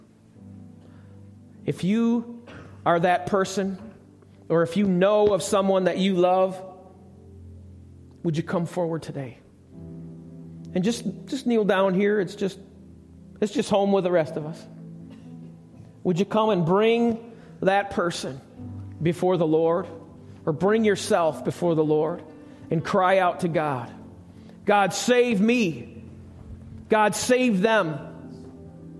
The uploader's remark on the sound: Recorded live at the Alabama Full Gospel Fellowship church. 5329 Gravel Rd., Medina, New York 14103.